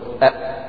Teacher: إذا قلت أ، هل لاحظت أن في أي هواء خارج معها؟ لا، يبقى في قوة في الاعتماد على المخرج منعت الهواء أن يجري، أو منعت النفس أن يجري. · Term: الجهر